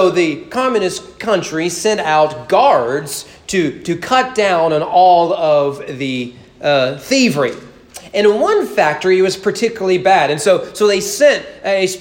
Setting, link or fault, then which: setting, large echoing room